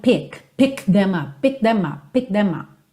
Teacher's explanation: Percebe que não dá tempo de dar muita atenção para esse K